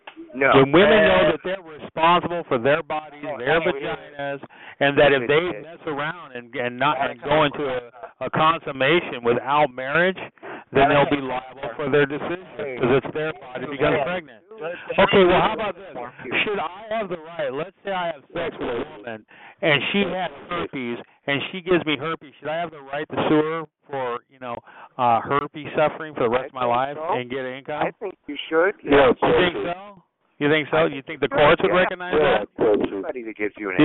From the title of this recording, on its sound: Conference Call